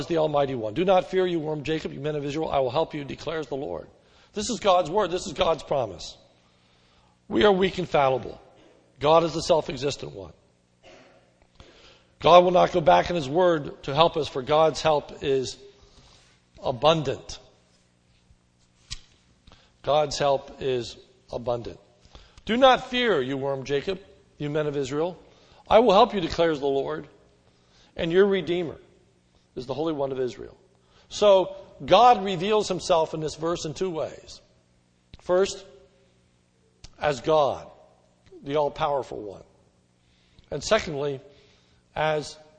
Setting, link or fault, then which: setting, large echoing room